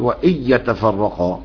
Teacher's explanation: ادغم النون فلم يبقى منها اثر ولا حتى الغنى · Term: ادغاما كامل